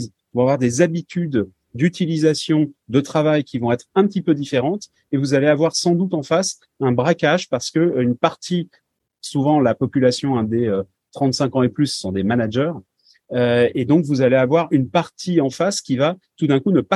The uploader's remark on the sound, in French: Version audio de la conférence en ligne du 20 juin 2023